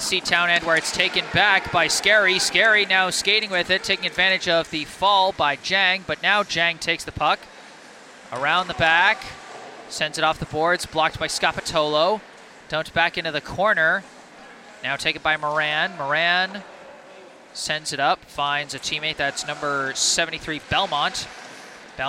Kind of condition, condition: setting, busy venue